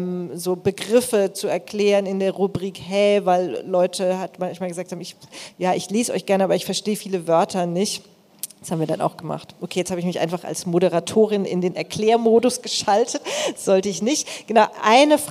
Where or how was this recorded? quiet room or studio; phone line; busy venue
busy venue